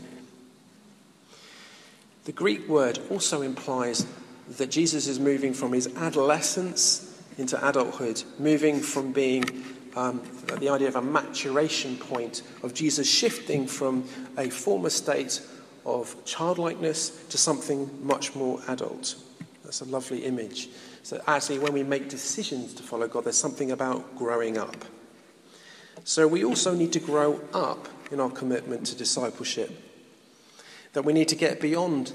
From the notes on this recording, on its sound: In this podcast recorded at a Moot Community Eucharist at St Mary Aldermary Church in the City of London.